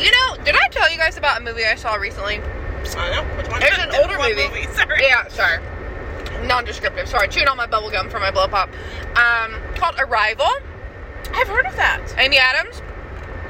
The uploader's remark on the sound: Come hear our energetic thoughts on road-trips, movies, and more as we make our way from Indianapolis to Texas. Sound quality is not great and we were 7 hours into a 12 hour road trip!